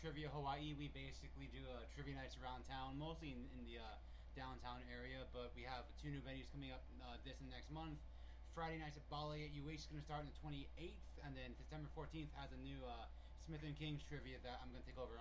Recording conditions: uneven or low level